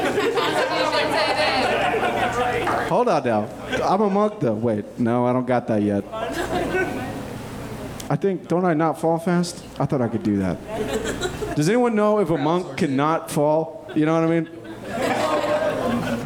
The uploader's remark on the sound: Live Show at Zanies Nashville. Recorded live at Zanies Comedy Club in Nashville, Tennessee. Playing the world’s greatest role-playing game live on stage.